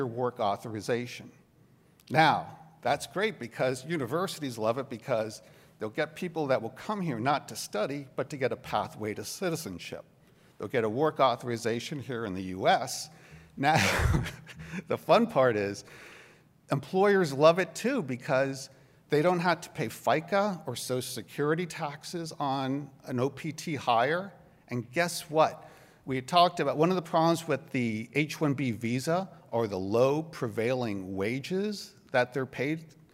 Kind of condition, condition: setting, live audience